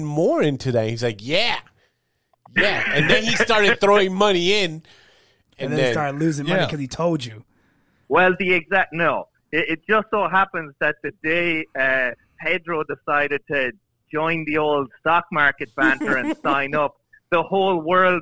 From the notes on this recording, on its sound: Special guess phone chat